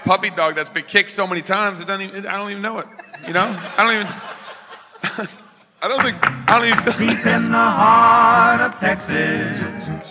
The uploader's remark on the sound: Fight Laugh Feast Conference: LIVE SHOW!!!